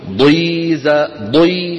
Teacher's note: ولو كانت مكسورة ضخمة، الضاد ضخمة تملأ الفم